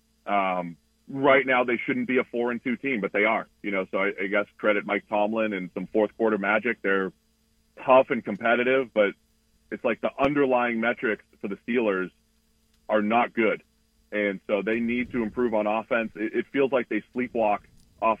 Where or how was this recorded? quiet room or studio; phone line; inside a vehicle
phone line